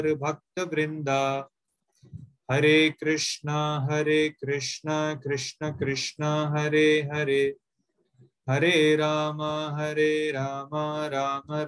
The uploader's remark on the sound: Zoom recorded class